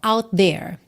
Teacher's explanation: Você junta num T só